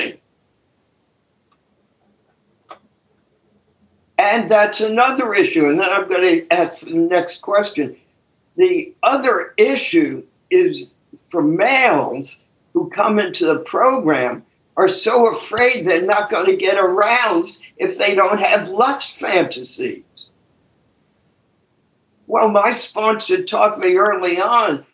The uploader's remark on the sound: took us on a zoom journey